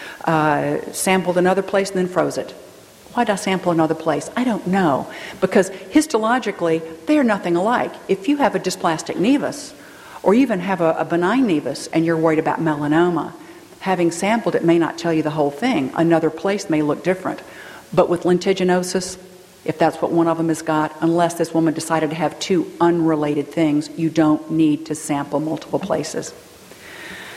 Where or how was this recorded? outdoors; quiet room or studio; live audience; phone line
live audience